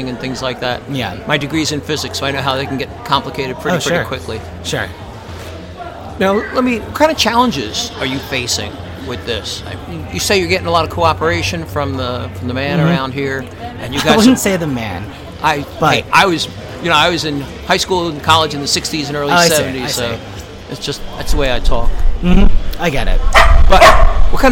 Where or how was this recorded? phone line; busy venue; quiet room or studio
busy venue